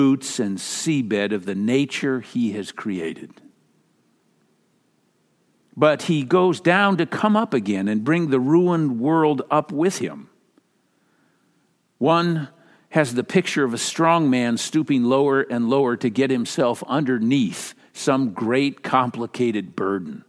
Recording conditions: large echoing room